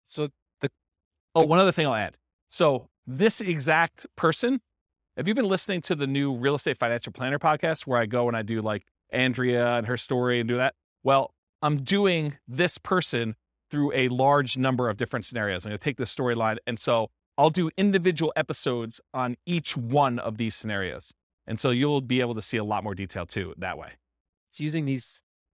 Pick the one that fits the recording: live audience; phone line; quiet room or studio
live audience